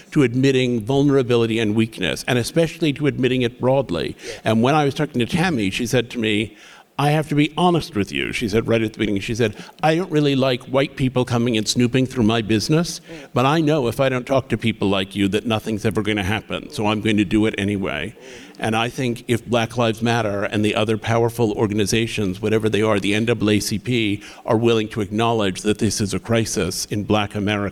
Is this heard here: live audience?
yes